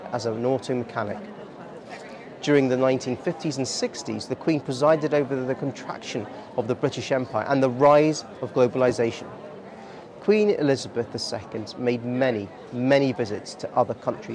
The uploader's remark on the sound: This podcast was recorded on Edinburgh's famous Royal Mile, where we spoke with many people.